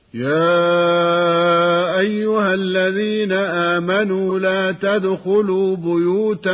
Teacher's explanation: فإذا كان بعد الهاء ألف ساكن حذف الألف في النطق بسبب التقاء الساكنين، فمثلا يا أيها من قوله تعالى: يا أيها الذين آمنوا لا تدخلوا بيوتا غير بيوتكم حتى تستأنسوا وتسلموا على أهلها. حذفت الألف بعد الهاء في النطق، ولم تمد الهاء كما سمعنا، لأن الألف ساكن والتقى بساكن، وهو لام أل من كلمة الذين.